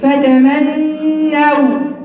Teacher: اتكي شويه على غنه النون